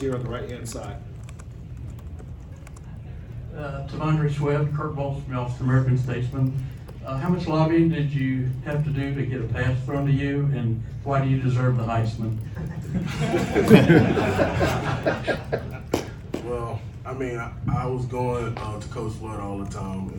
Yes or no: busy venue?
yes